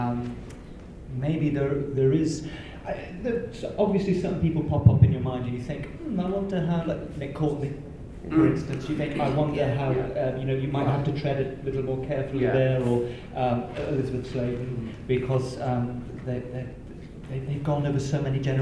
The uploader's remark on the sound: Chicago TARDIS 2016. Since this was a con panel there is no five-minute controversy.